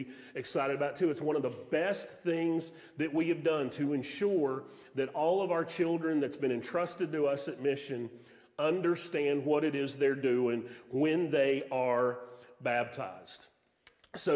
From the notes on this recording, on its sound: Sermon audio from Mission Church in Locust, NC.